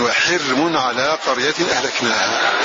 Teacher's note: الشعبة حمزة الكسائي قرأوا قول الله جل وعلا وحرم على قرية أهلكناها بكسر الحاء وبسكون الراء من غير مد